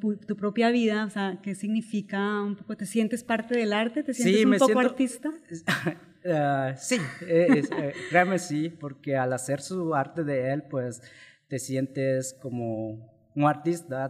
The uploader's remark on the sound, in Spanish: EPISODIO grabado con audiencia en vivo